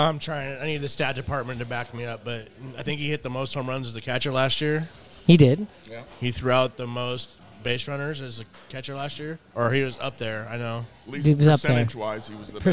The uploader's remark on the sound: Recorded at Murphy's Pub in Wallingford.